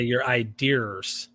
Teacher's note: That's the intrusive R from growing up in Brooklyn, New York.